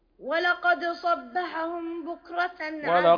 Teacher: الميم بعد الباء هنا إخفاء شفوي